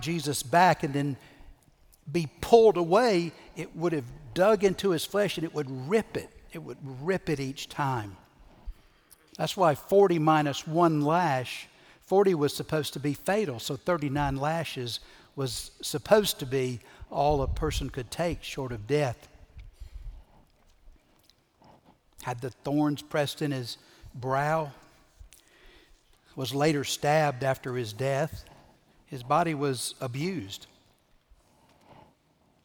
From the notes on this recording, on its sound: Recorded Live at Brookwood Church on 4.2.2023